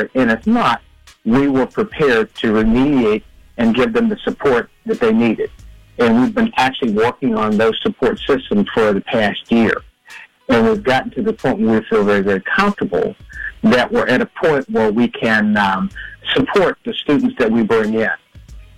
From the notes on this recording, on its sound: called in to share the good news